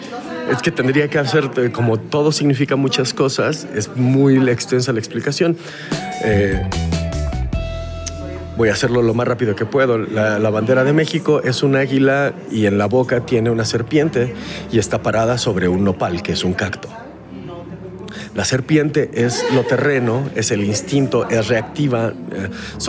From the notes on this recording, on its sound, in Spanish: grabada en un pasillo durante el Festival Iberoamericano de la Voz Viva Voz.